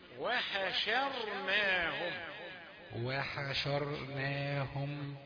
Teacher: والحاء رقيقة. والشين رقيقة. التفخيم يبدأ من الراء.